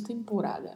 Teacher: Apenas o O mais fechado, o E mais fechado e a letra A mais aberta.